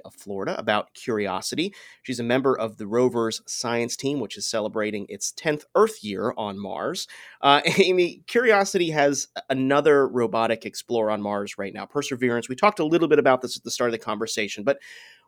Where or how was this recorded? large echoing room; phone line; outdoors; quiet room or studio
quiet room or studio